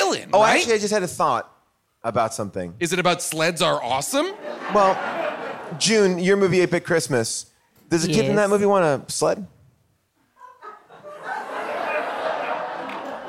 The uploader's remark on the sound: Back LIVE at The Largo in Los Angeles.